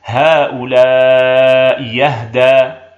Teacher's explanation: ومثال كسر الأولى مع فتح الثانية: هؤلاء أهدى. نبدل الثانية ياء خالصة مفتوحة فتصير: هؤلاء يهدى.